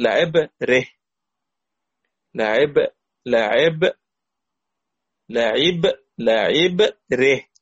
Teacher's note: بيغير الفتحة إلى ناحية الكسرة